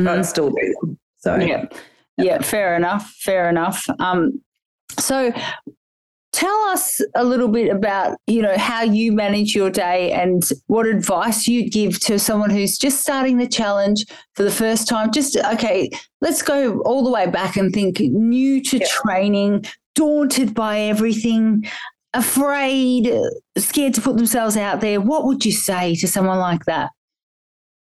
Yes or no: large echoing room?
no